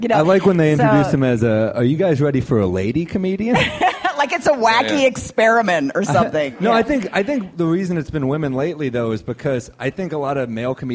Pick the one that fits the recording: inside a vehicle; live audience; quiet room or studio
live audience